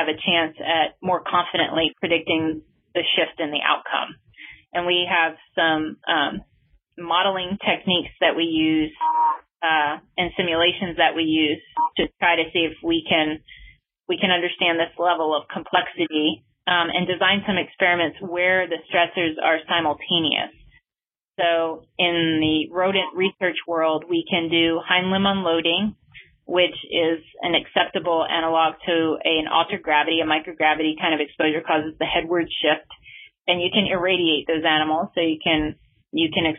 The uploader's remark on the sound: This talk was featured on the August 14 Future In-Space Operations weekly teleconference.